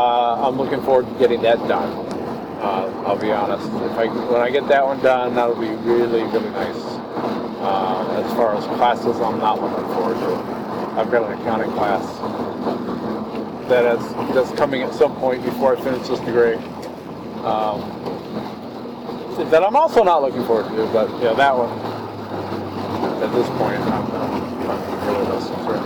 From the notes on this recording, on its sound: Audio quality is a bit bad for this one. In the car and raining.